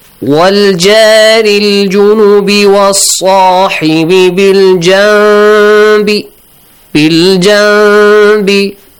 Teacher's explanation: Instead of the noon... You pronounce a meme sound, but a hidden meme sound, not a full meme sound. · Term: إقلاب